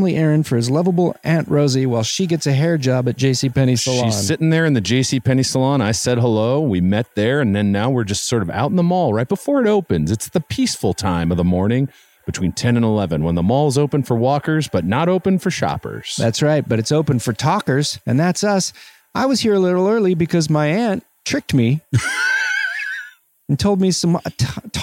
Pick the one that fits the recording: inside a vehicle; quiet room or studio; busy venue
busy venue